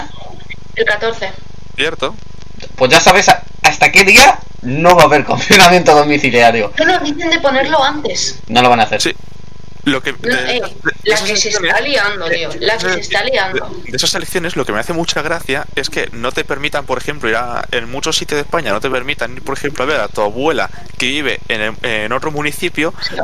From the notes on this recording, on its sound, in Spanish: No tiene la mejor calidad de audio, pero estamos tratando de mejorarlo con el tiempo.